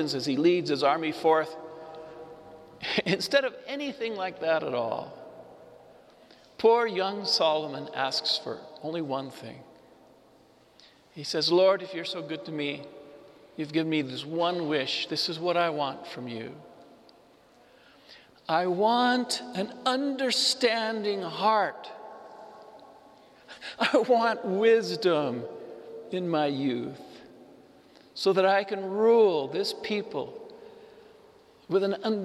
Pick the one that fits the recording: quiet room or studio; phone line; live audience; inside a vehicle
live audience